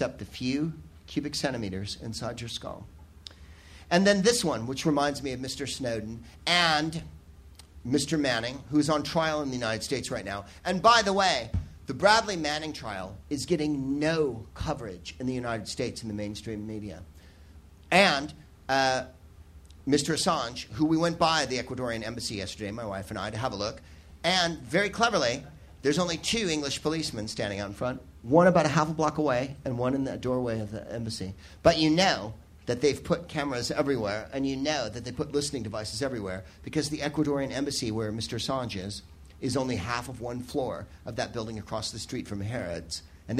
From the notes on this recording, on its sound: Live from the Soho Theatre in London.